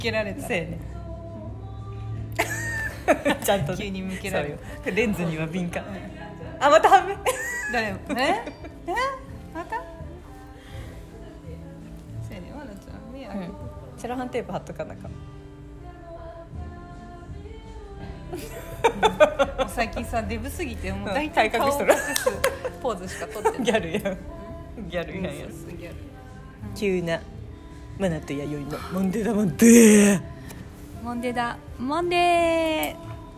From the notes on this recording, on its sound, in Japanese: アワー食堂スタジオ！アワー食堂さんにすべりこんで、まずはタラタラしゃべって収録スタートさせてもらいましたん。